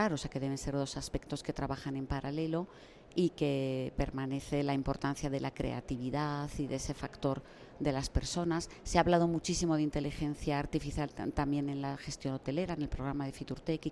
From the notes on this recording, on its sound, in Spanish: En directo desde el Pabellón 9 de IFEMA. En el marco de la 44ª edición de la Feria Internacional de Turismo que se celebra esta semana en Madrid.